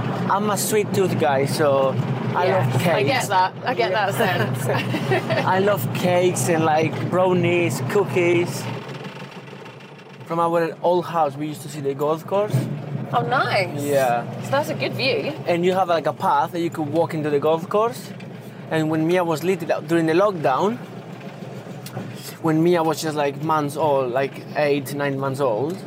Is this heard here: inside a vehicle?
yes